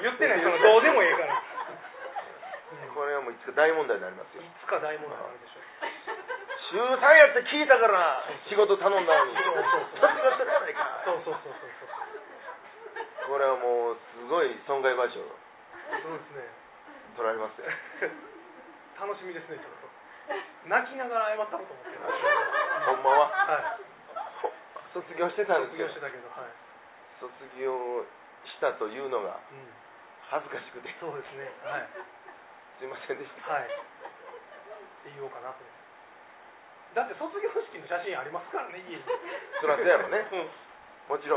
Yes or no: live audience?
yes